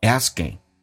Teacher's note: The teacher is asking,美式发音当中发的是 a 这个发音，同时这个 k 要进行浊化，因为 s 加任何的清辅音可以被浊化